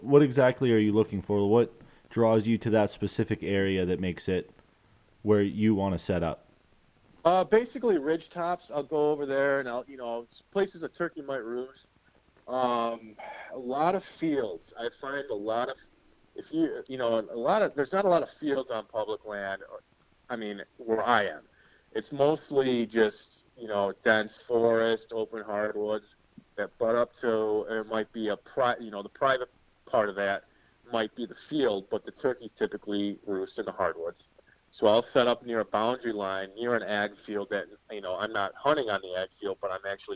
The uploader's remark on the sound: he sits down with us via phone